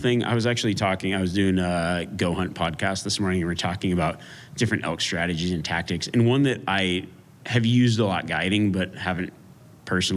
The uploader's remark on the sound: a live Q&A during the Western Hunt Expo